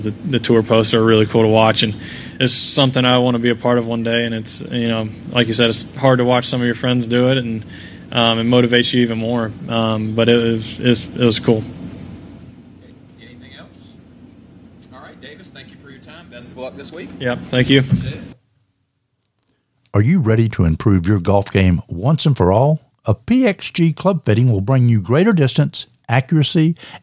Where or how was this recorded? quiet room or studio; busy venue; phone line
busy venue